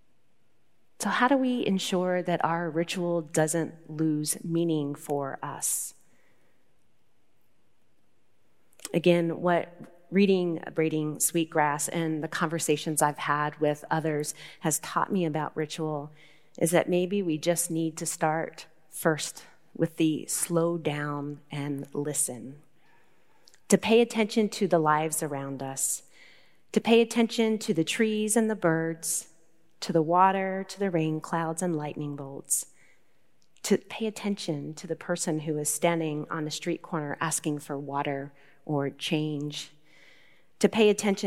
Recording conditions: large echoing room